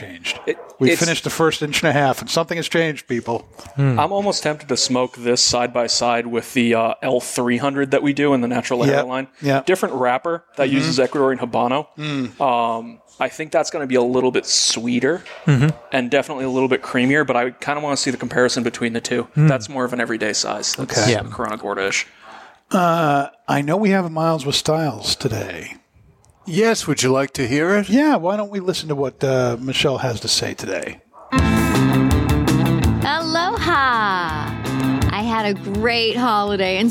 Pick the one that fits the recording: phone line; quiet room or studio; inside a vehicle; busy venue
busy venue